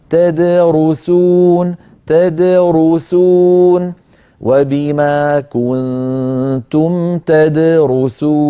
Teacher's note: فالدال تد ساكنة مقلقلة والرو مضمومة